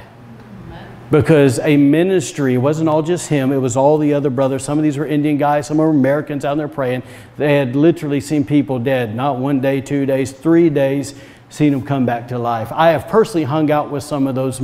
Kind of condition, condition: setting, large echoing room